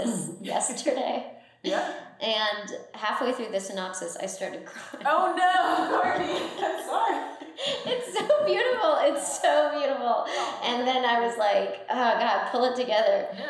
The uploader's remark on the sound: Tonkocast is a total DIY operation recorded with non-professional equipment. Excuse our home made quality everyone!